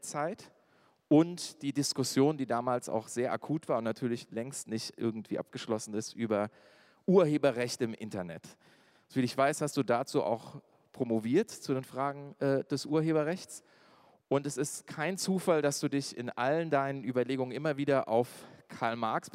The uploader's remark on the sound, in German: Eine Audio-Aufzeichnung der Veranstaltung zu der Frage «Wie geht es weiter nach dem Erfolg der Kampagne DW enteignen?». Das Gespräch wurde im Dezember 2022 in der Volksbühne aufgezeichnet.